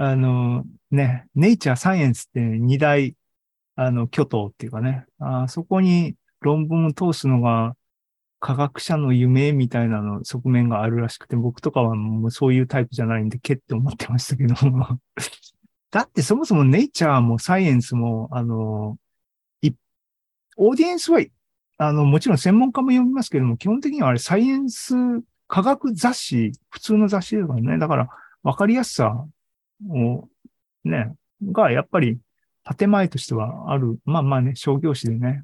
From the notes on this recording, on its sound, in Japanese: ２０２２年１０月２６日に開催した ZOOMライブの模様です。